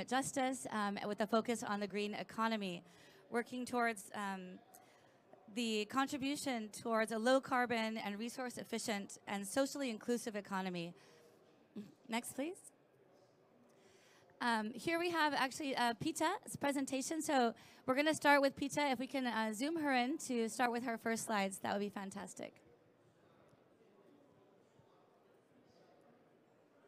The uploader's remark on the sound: Earth Day Live From COP26.